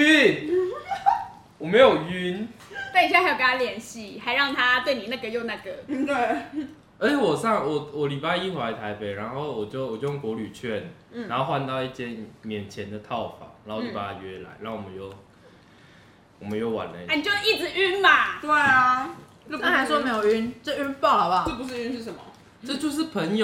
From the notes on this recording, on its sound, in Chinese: 本集節目邊吃晚餐邊錄音，有大量咀嚼聲請注意。